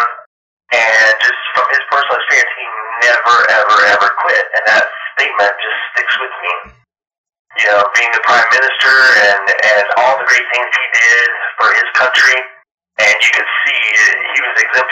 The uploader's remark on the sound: Note: The audio quality of this episode was compromised by a poor recording device. We were working with translators and recording over the phone, which affected the quality.